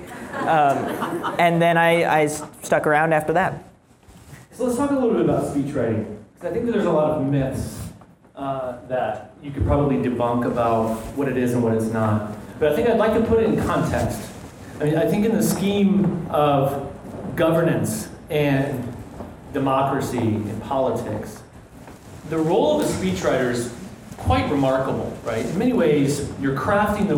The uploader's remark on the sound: In a live discussion in Chicago